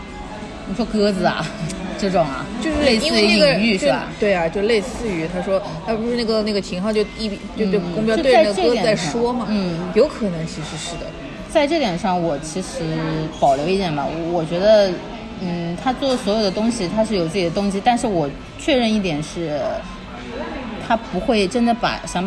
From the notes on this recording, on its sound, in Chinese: 每次录制基本都是在餐厅吃饭，没有条件升级录音设备。本次录制花费：新旺-88元。